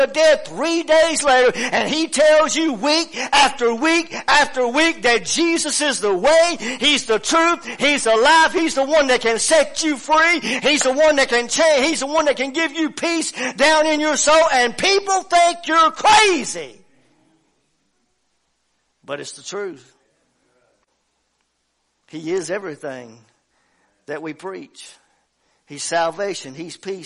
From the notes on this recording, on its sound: WELCOME TO OUR LIVE SERVICE. Family Worship Center in Athens Tennessee. Stream our music live over the internet.